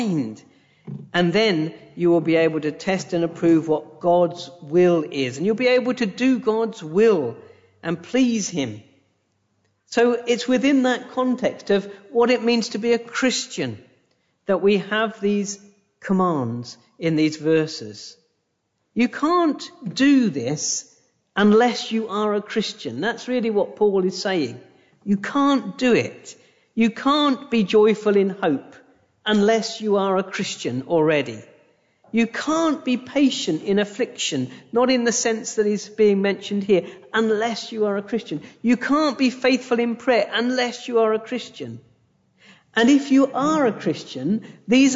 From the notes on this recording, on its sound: A direct recording of the sermon from our YouTube live stream.